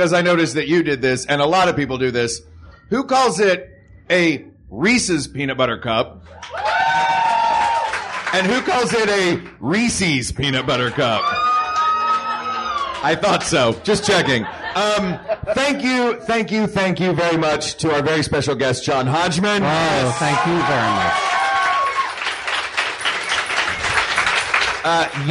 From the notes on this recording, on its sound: Recorded live at (le) poisson rouge in NYC